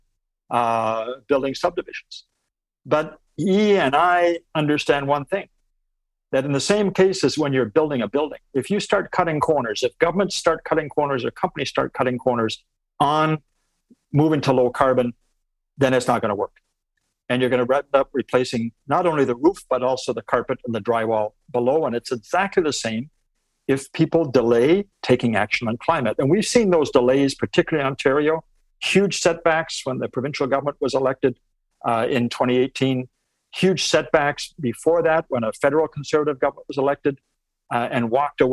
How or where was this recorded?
video call